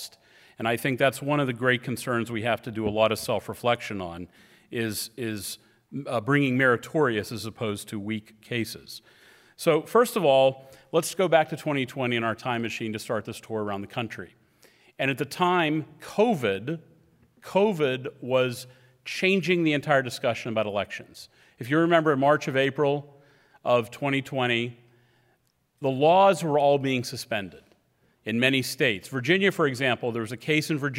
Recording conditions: live audience